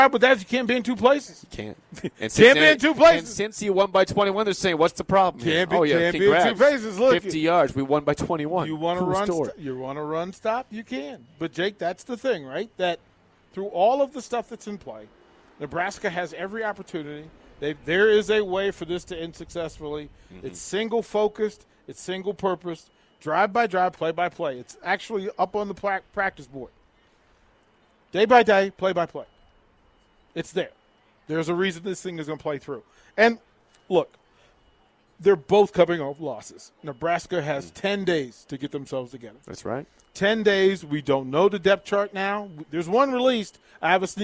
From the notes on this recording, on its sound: Nebraska Football Talk Live from Barry's